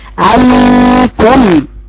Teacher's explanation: قبل ما يجيب الغنى يقول عن عن عن، هي المفروض عنكم، ما يبالغش في فتحة العين بحيث يدي طول قبل ايه يتولد من الفتحة ألف